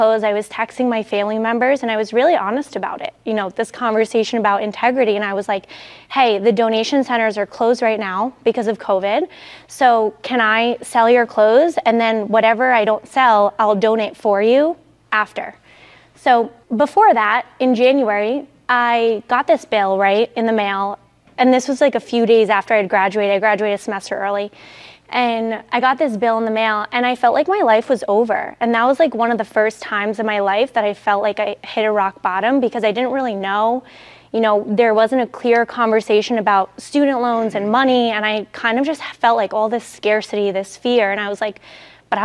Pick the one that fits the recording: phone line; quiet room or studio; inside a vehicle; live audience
live audience